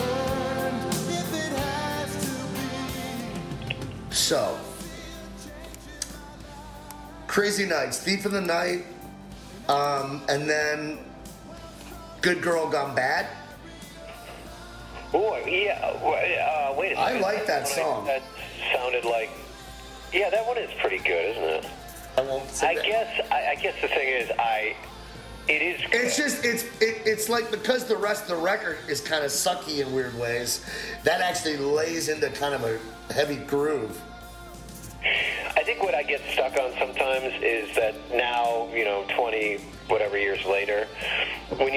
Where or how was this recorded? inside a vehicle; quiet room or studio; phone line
phone line